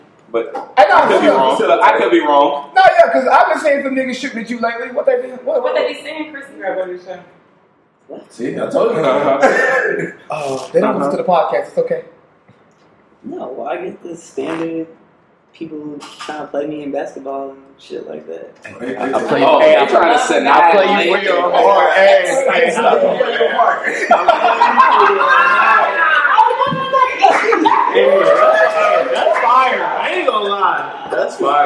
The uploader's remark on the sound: This Episode is the first of a 4 part episode that we recorded at Family Brunch.